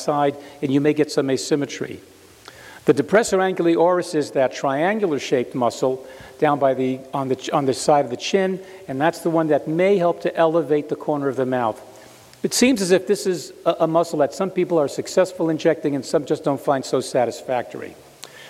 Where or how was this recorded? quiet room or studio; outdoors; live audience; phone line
live audience